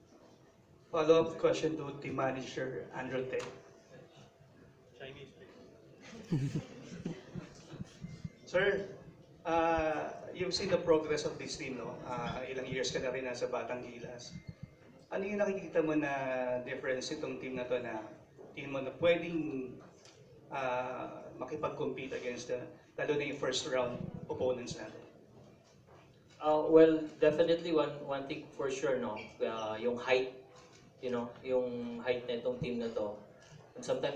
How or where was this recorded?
busy venue